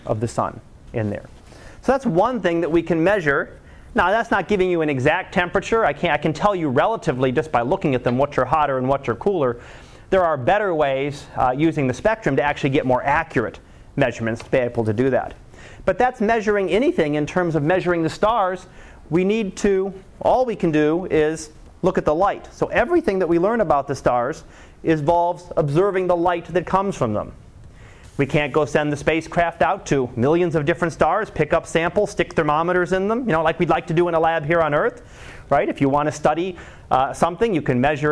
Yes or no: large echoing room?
yes